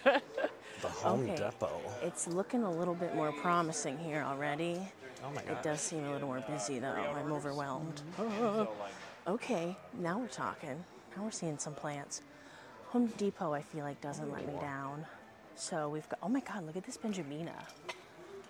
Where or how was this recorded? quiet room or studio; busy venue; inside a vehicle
busy venue